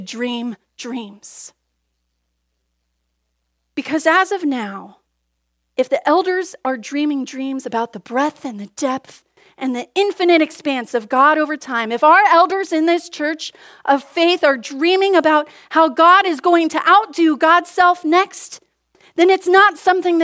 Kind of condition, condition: setting, large echoing room